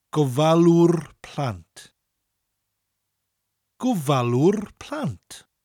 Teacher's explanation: And the W-R at the end of it gives you the ŵr sound. It's an ŵ with a rolling R.